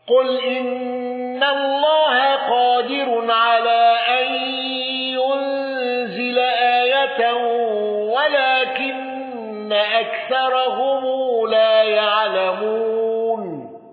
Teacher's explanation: قالون بصلة ميم الجمع واندرج معه أبو جعفر